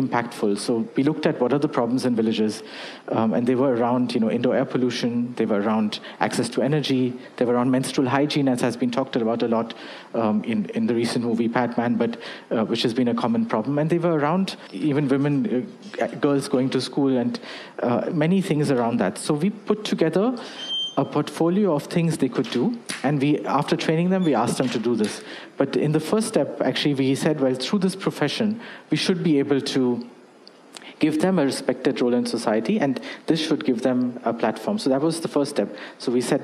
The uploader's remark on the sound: This was one of my very first recordings - so the audio quality is not as good as it should be (recorded via phone).